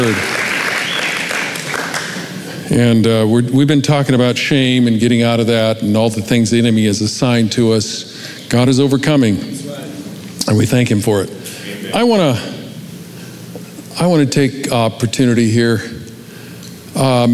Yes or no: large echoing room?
yes